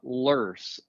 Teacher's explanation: around here, it is pronounced lurs, as if there is an R in there · Term: R sound